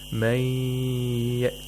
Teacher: So here we have ya, which is one of the letters of yamun, and so we have to nasalize the ya while holding it with tashdeed · Term: idgham ma'al ghunna